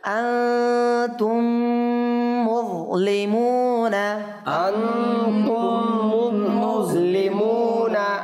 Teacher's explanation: একটা নুন সাকিনের ইখফার গুণ না, আর একটা মিম সাকিনের ইদগামের গুণ না